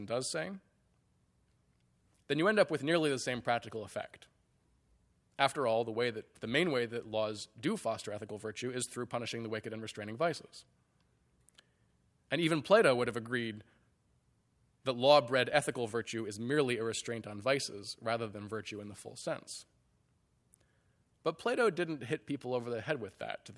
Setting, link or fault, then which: setting, large echoing room